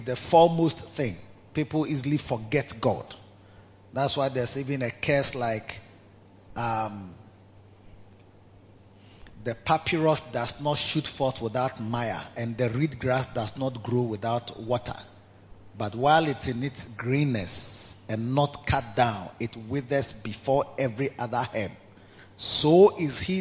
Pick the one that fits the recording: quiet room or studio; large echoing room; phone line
large echoing room